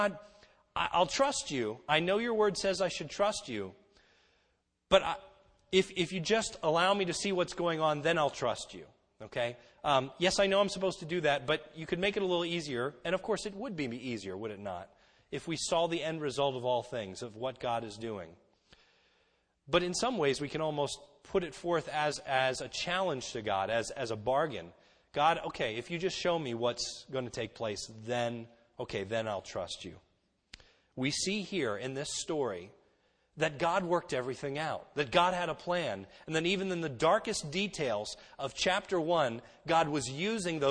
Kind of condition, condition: setting, large echoing room